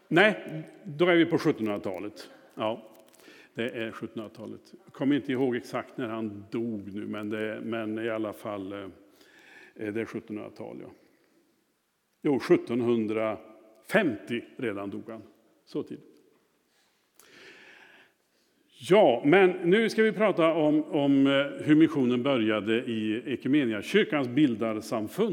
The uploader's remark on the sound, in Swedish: Inspelning från Möte:Mission i Immanuelskyrkan Skövde.